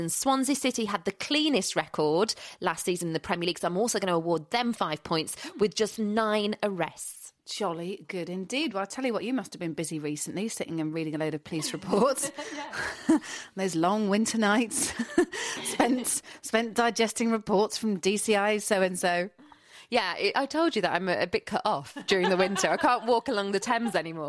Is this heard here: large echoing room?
no